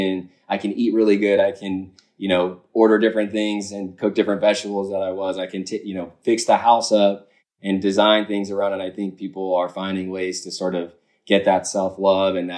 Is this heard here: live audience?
no